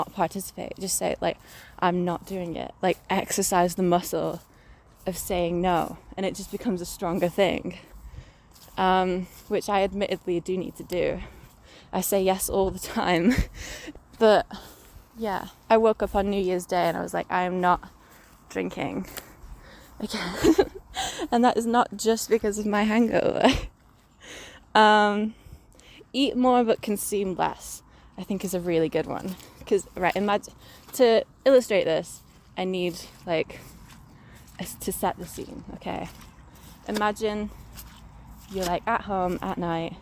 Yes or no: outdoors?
yes